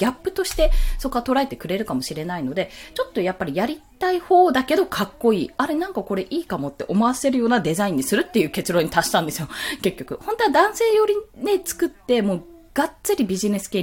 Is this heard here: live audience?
no